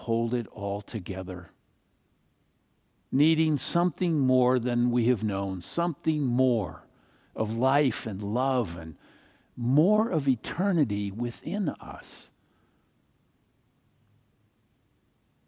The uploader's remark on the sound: Palm Sunday message delivered during the Traditional Worship Service. San Marino Community Church.